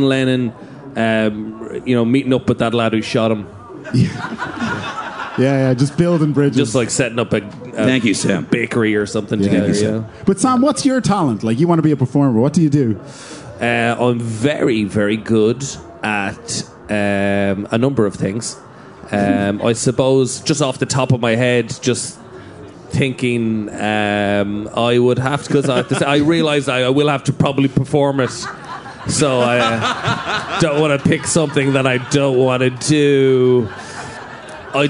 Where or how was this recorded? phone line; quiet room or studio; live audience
live audience